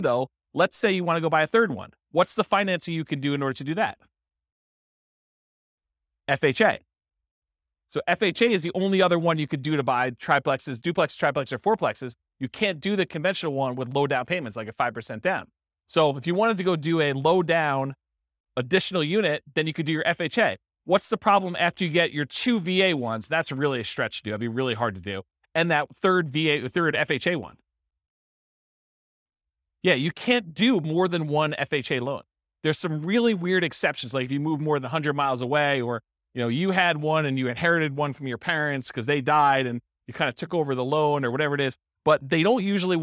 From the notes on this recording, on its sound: This was a live class recorded